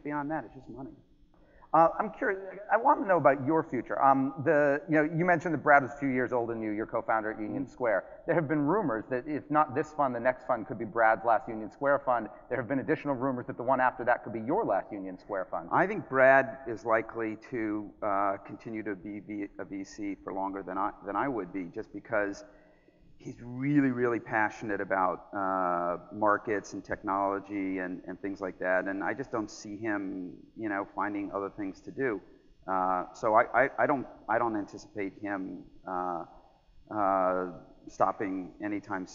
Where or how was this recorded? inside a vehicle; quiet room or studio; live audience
live audience